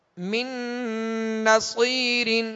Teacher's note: من نصیر، سواد کو پر پڑھیں گے، سواد حرف مستعلیہ میں سے ہے اور سواد میں سیٹی کی آواز پیدا ہوگی